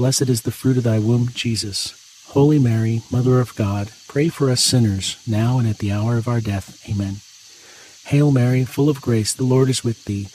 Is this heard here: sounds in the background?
yes